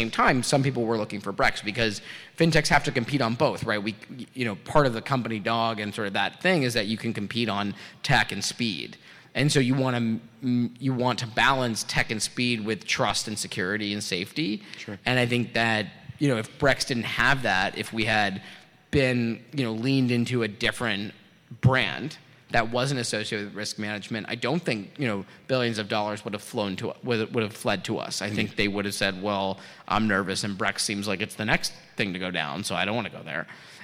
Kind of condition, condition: setting, busy venue